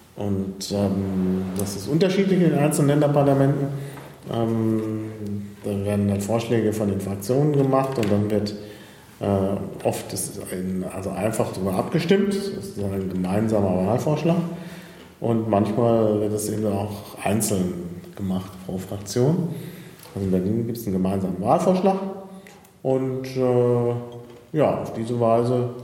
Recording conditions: echo